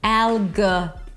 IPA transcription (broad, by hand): ˈælɡəˌɹɪðəm